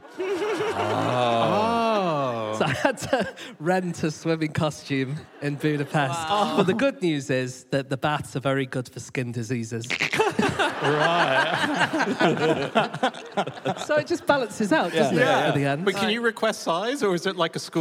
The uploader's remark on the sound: Live from Bath